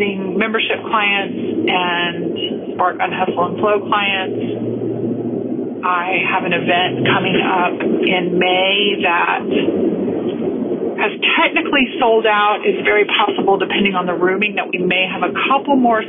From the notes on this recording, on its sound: I’m driving home through my hometown of Austin, Texas.